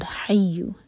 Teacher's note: ہو الحی القیوم، واو کو جب لام سے جوڑیں تو لام پر جھٹکا نہ آئے. اور حیو، ہا جو ہے حلق سے نکلے گا، یا پر شدہ تو یا کو اسٹرانگ پڑھا جائے